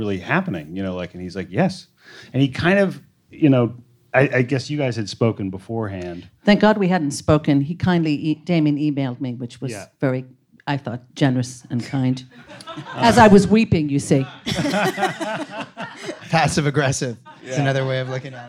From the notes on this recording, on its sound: Featuring the interviews and panel discussions from the 2016 Vulture Festival. Recorded live at Vulture Festival.